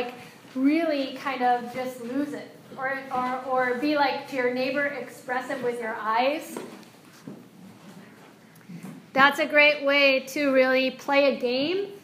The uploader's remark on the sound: This is a live excerpt from ‘The Adventures of Super Stretch Mindfulness & Yoga Fitness Program For Children™ Yoga Enrichment Workshop’ lecture for a group of wellness professionals.